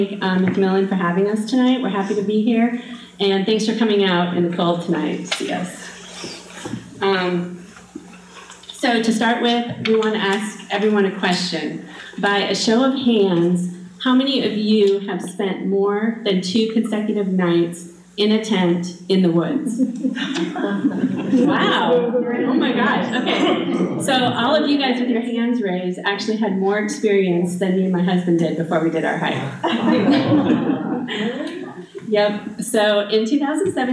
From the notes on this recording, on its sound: This presentation was recorded January 31, 2019 at the McMillan Memorial Library.